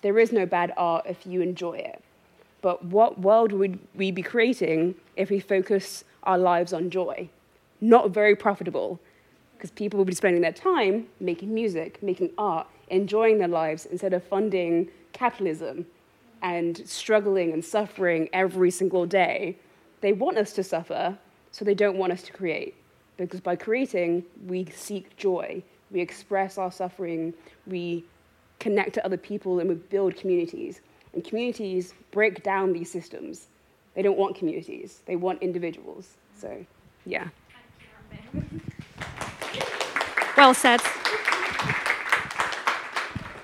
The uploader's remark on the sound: This is a live recording of a community conversation held at The GAP at the begining of October 2022. For this event we invited members of our communities, and participants on the programme, to gather together.